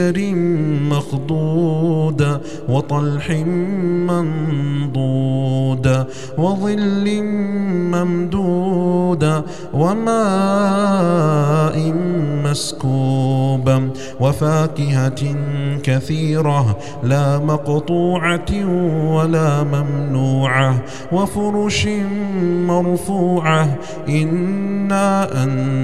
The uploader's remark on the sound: recorded at Green Lane Masjid, Birmingham, UK